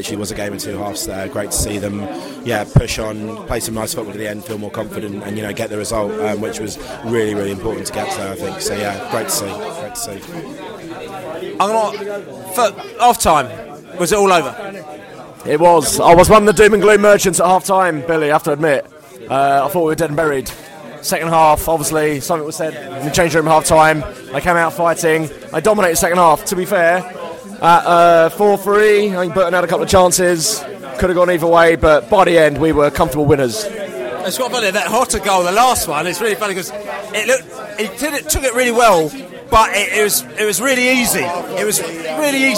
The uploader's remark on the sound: post-match podcast from the pub